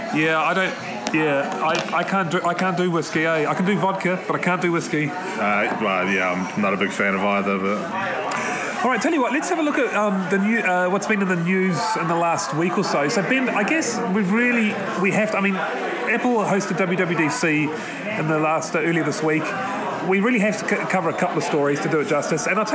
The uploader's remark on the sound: Live from the Southern Cross Bar